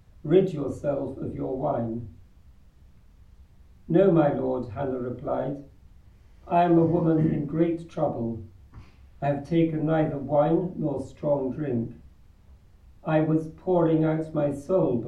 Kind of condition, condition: setting, live audience